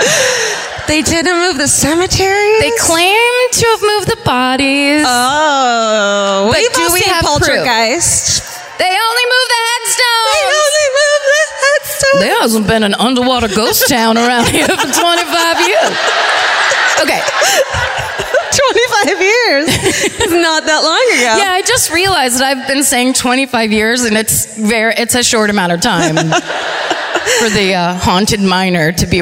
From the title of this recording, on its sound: Live at the Cobb Energy Performing Arts Centre in Atlanta